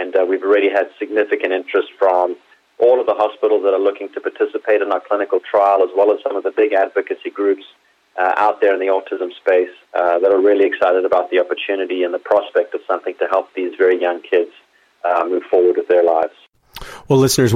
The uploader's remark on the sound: called in to SmallCapvoice